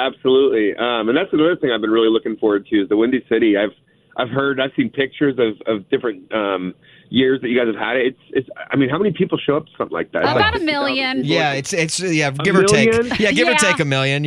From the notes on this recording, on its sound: called in to chat